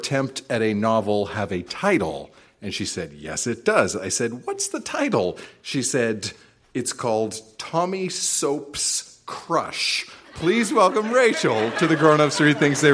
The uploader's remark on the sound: Recorded live at the Royal Cinema in Toronto.